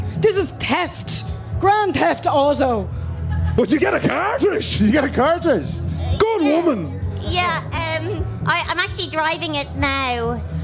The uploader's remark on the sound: Live at Electric Picnic. On this live episode of Phoning It In recorded at Electric Picnic.